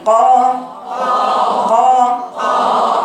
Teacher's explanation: القاف مخرجها شايفه اقصى لسان، مش ملوش دعوه بالحرف، اللسان اقصى اللسان، وانا برفع بعمل برفع ده الجزء ده برفعه كده، ارفعه بصباعي كده وقولي قا قا قا.